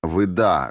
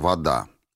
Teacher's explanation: Северское оконье было сменено аконьем, но с заменой ударяемого «а» звуком «ы» · Shown in: first take · – «выда» вместо «вода».